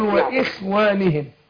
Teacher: الخاء مكسورة تاخد أدنى درجات تفخيم